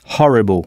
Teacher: le « h » anglais ici n'est pas muet, donc c'est bien « ha » avec un « h » aspiré